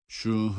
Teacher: Meddi arz olduğu için uzatarak okuyor ve dal harfinin cezimiyle duruyoruz. Ve kalkale yapıyoruz.